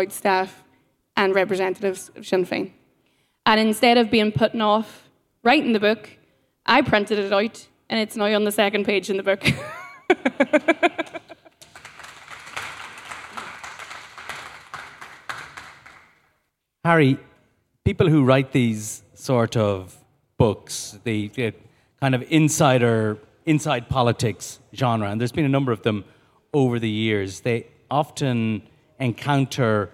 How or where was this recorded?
busy venue